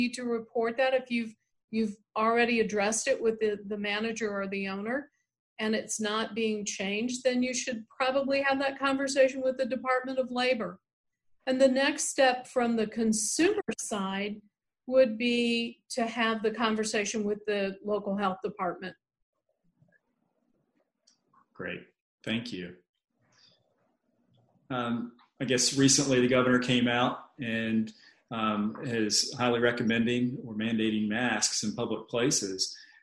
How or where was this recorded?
video call